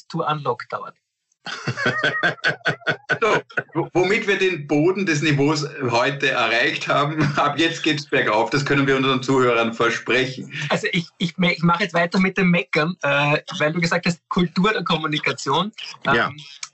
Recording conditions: video call